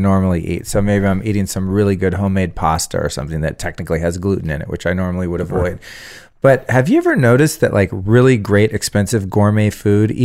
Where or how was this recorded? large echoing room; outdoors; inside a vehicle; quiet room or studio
quiet room or studio